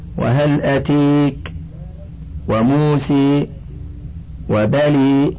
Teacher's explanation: قرئ بإمالة وهل أتيك وموسى وبلي نحو الكسر